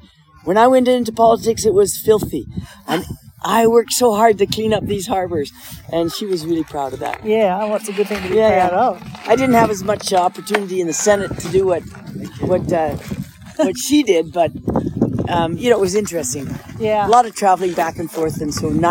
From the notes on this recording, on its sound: Is currently on the ski slopes in western Canada ata resort called Sun Peaks. Grabbed her phone and interviewed the champion there on the slopes. You might hear a bit of wind noise on the microphone.